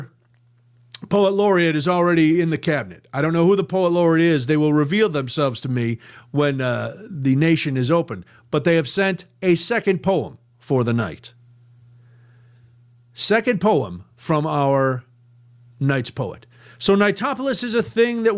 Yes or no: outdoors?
no